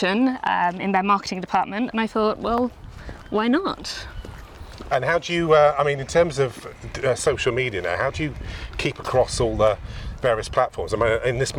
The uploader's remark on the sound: Walking along the coastal path at Herne Bay in Kent. Recorded in Herne Bay, Kent August 2023.